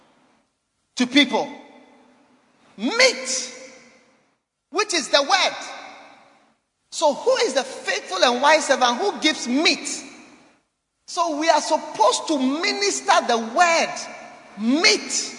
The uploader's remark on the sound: Preached at Holy Hill Chapel, Accra.